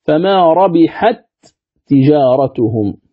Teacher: تدغم التاء في التاء فتصيران تاء واحدة مشددة مكسورة. إذن فما ربحت تجارتهم، هكذا تقرأ، هذا إدغام متماثلين، تاء مع تاء، دال مع دال، باء مع باء، ذال مع ذال وهكذا.